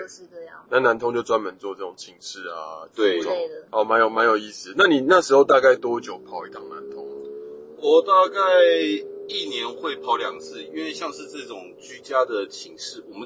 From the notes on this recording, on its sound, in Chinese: 本集節目在紫爆擁堵的國道五號上錄音，音質很糞沿路開車